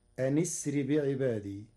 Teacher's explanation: قرأ ورش كلمتي أن أسري بوصل همزة أسري مع كسر النون فتصير أنسر بعبادي.